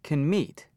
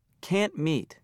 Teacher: Can't is stressed, so the vowel is not reduced. · Shown in: second take · Stress both can't and the main verb.